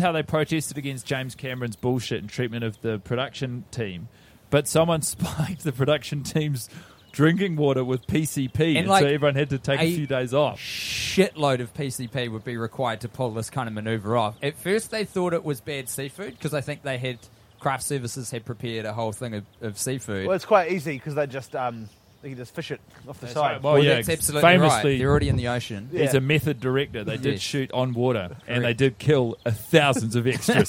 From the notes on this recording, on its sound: Welcome back to the podcast mini-series recorded in a tree. Inside of an Auckland park.